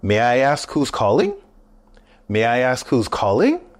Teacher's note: listen for the rising intonation at the end of the question